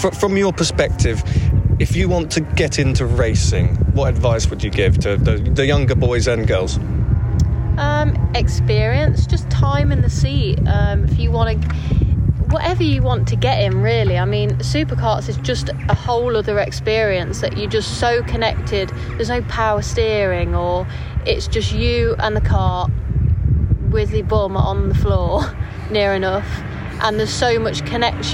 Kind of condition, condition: setting, busy venue